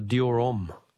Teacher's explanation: Don't pronounce the H in Homme.